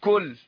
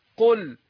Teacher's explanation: الكاف حرف مستفل مرقق، والقاف حرف ايه مستعلي، حرف مفخم